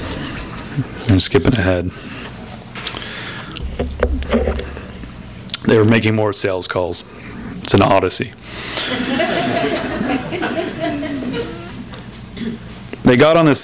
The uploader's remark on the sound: Skylight Books is hosting the launch party. THIS EVENT WAS RECORDED LIVE AT SKYLIGHT BOOKS.